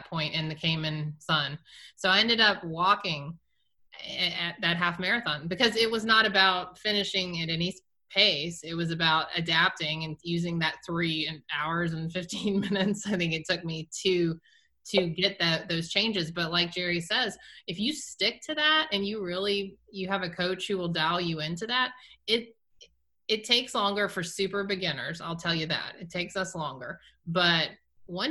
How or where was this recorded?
video call